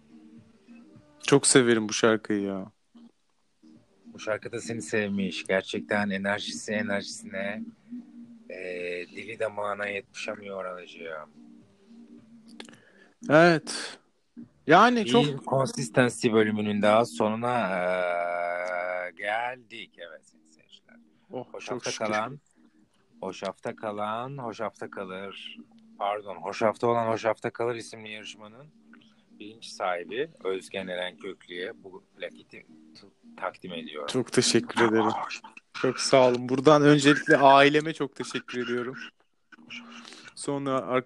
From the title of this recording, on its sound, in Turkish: Ani Telefon Görüşmeleri